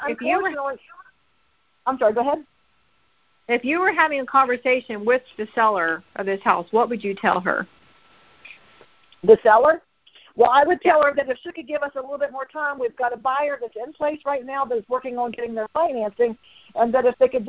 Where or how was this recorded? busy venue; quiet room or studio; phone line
phone line